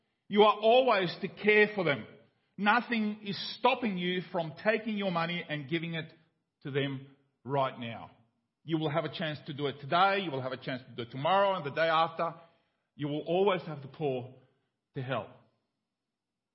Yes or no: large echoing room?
yes